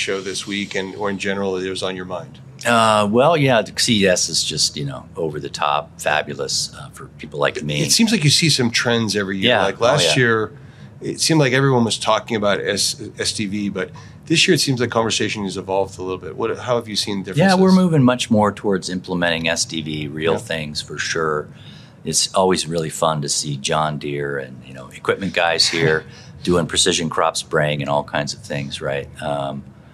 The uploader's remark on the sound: Filmed live at the Consumer Electronics Show 2024 (CES 2024). In the podcast studio at the Sonatus booth.